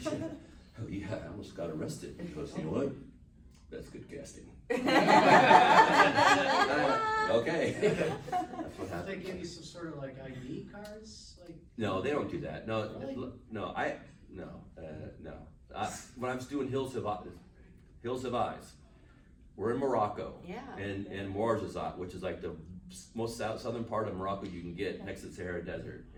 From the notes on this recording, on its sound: panel recorded at Days of the Dead Chicago on November 21, 2021